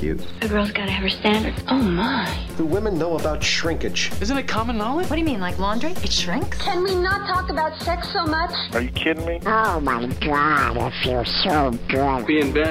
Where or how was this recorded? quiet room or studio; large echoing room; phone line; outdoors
phone line